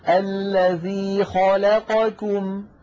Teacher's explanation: خاء الخاء مفخمة، لا اللام مرققة، قا القاف مفخمة، كم الكاف مرققة · Term: التفخيم